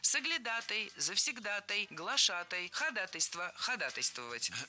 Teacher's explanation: Ударение в этом слове падает на первую «а» в суффиксе «атой». Кстати, во всех словах, где есть такой суффикс, ударение точно так же падает на «атой»